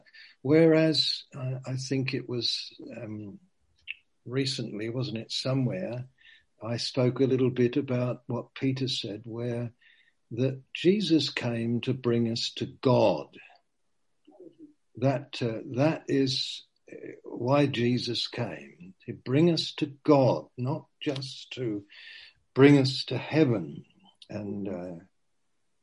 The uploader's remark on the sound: Q & A (Zoom). Teign Valley Sessions.